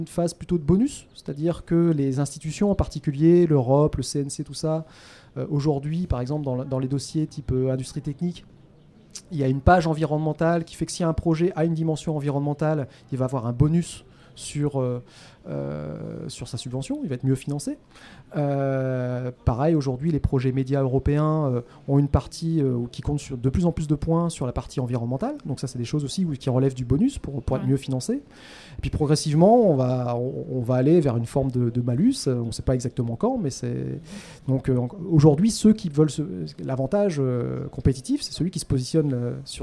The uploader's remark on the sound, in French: CanneS Technique enregistré lors du 75ème Festival de Cannes sur le pavillon de la CST.